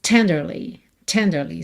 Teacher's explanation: normalmente diríamos tenderly, sílaba tônica é a primeira. Aqui, por conta da melodia, esse li ganhou um pouco mais de destaque, então a gente tem tenderly, ok?